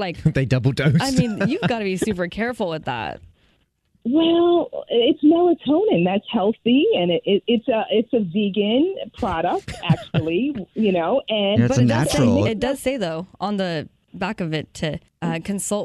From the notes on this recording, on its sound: called into The Jubal Show